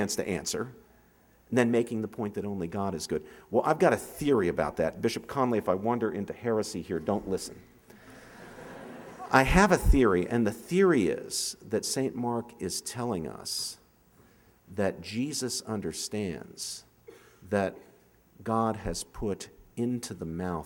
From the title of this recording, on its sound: 2011 Commencement Address